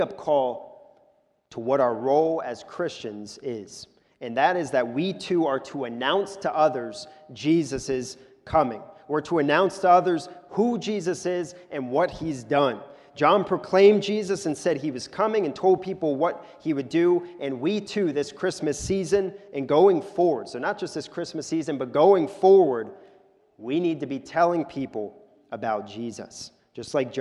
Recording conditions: large echoing room